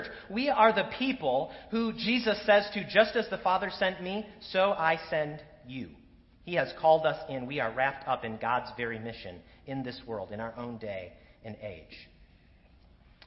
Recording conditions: large echoing room